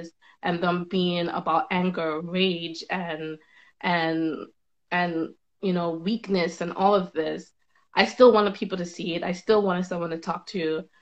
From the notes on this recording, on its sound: a Live Instagram conversation